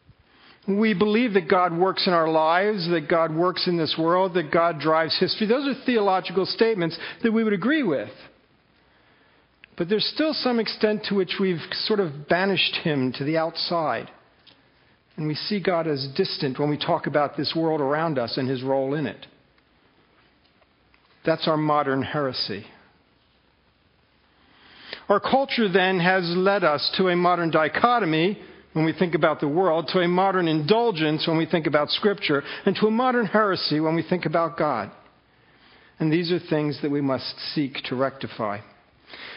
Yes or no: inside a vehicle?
no